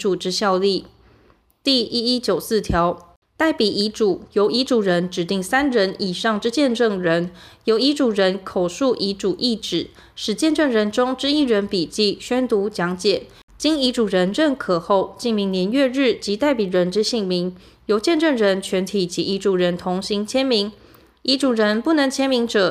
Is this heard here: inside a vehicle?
no